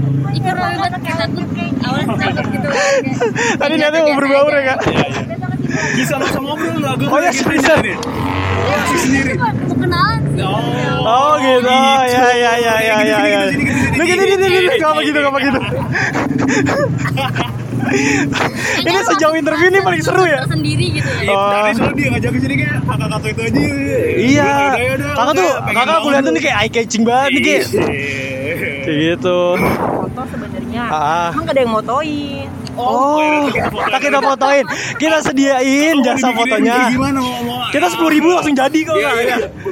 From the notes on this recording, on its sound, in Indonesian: Pusat lokasi dari kiblat fashion dunia sekarang aka CFW. Live podcast di CFW.